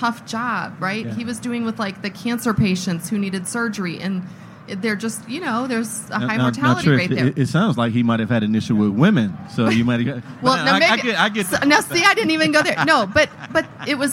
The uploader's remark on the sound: LIVE from the HR Technology Conference 2019. Recorded LIVE at the HR Technology Conference 2019 and in front of a live audience.